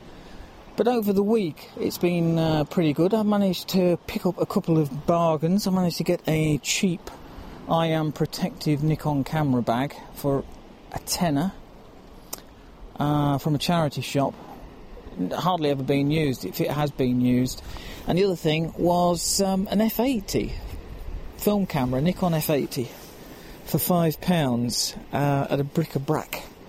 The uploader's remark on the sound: A wander along the rocky north west coast of Skye. A Nikon camera and bag, picked up during the trip.